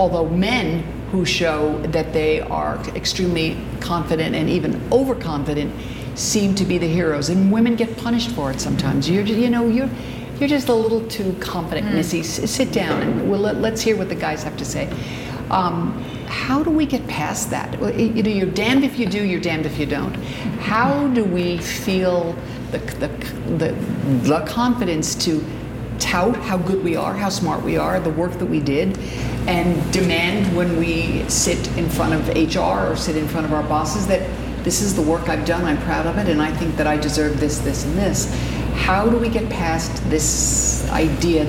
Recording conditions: busy venue